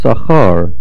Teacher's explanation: Sachar is milra. The stress is on the last syllable, since the general rule of pa'ol, which means if the last two syllables of a word have a komatz gadol, and a noch nir'eh, it will be milra.